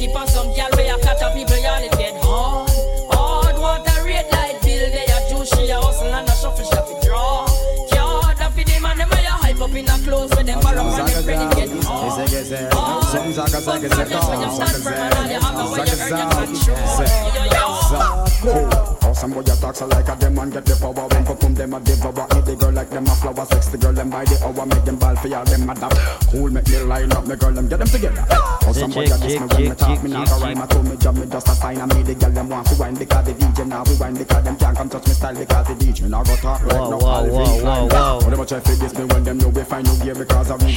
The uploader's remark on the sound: LIVE AUDIO FROM CLUB EMOTIONS LIVE STREAM.